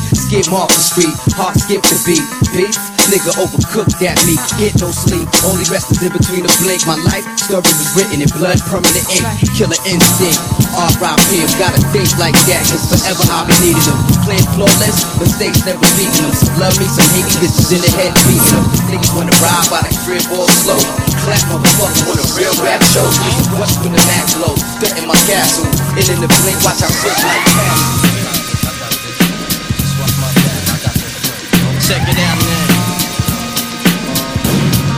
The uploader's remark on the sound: … TORONTO LIVE AUDIO